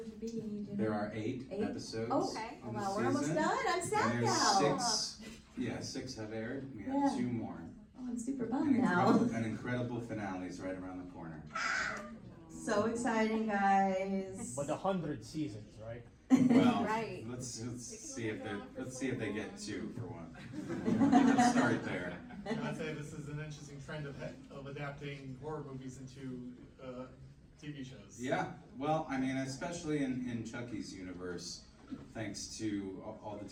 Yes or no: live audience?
yes